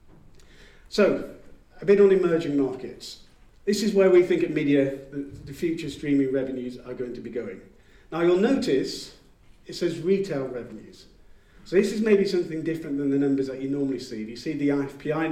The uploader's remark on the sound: Midem Keynote. Keynote address, recorded earlier today in Cannes!